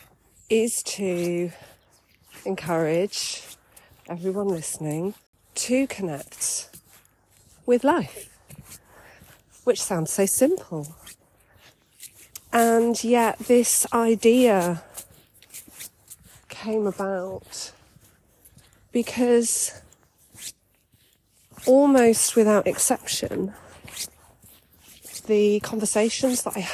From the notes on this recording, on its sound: I recorded this little introductory episode whilst on a walk, on my birthday, with my dog!